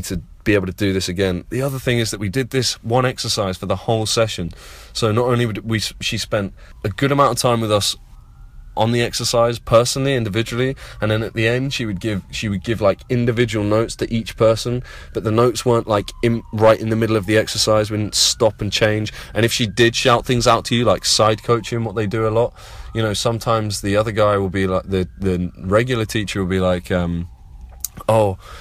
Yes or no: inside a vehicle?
yes